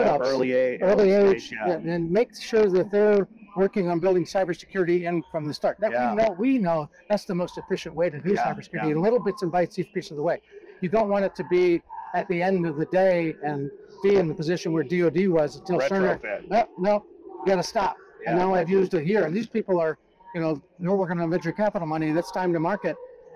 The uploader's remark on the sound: it’s a double Interview in Action live from ViVE 2024.